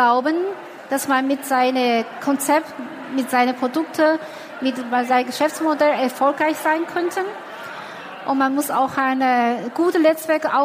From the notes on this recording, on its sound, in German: Der Vortrag wurde im Rahmen der Messe herCAREER-Expo. Im Live-Interview.